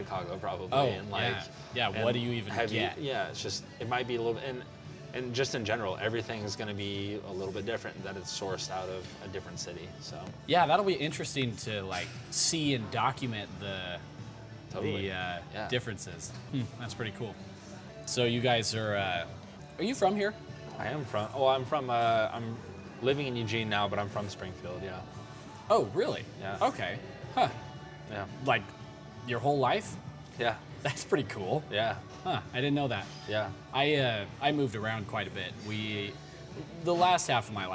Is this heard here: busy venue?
yes